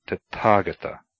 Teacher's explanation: Similarly, th, tha, is never pronounced like the English th in thin or that, but as aspirated t, as in Tathagata, a title of the Buddha.